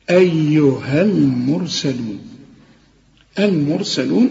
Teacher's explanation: أيها المرسلون، المرسلون الراء هنفخمها هي ساكنة، لكن مدام قبلها مفتوح أو مضموم فخمها